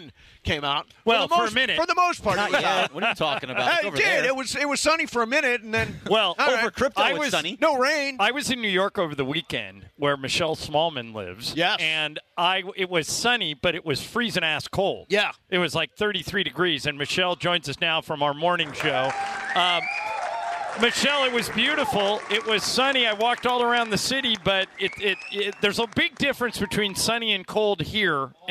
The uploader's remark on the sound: live from the Nixo Lounge at the E-Central Hotel!